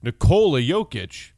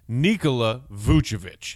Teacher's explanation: And it's Nikola, emphasis on the knee, first name. · Shown in: second take · It's Nikola Jokic. But with Vucevic, it's knee, emphasis on the knee